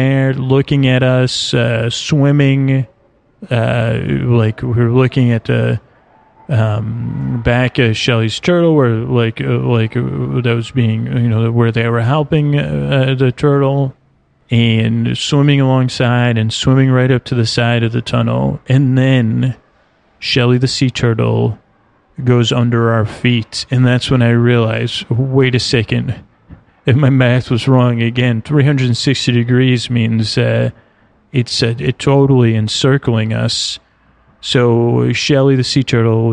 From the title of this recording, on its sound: Sea Life Orlando | On Location